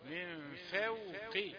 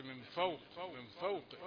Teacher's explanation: رقق الفاء لترقق الواو بعدها · Shown in: first take · من فوق، فوق الفاء مرققة والواو مرققة والقاف مفخمة في آخر درجات التفخيم، من فوق رؤوسهم.